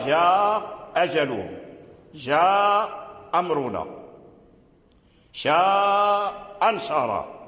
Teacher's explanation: إذا كان الهمزتان مفتوحتين قالوا يسقط الأولى